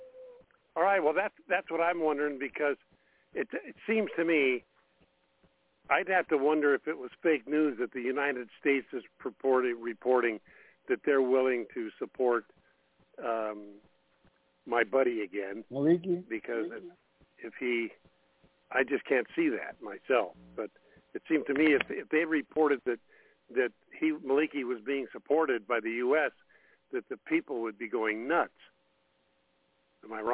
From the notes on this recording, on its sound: TNTSuperfantastic Conference Call